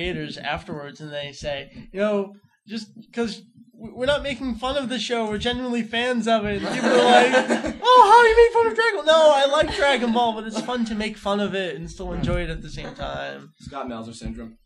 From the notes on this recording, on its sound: Record live from AnimeNEXT 2006! We brought on about a dozen of our closest internet friends to record a special episode with us from the convention.